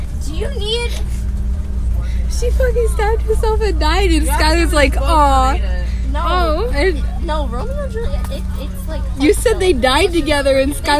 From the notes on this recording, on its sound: Recorded on a bus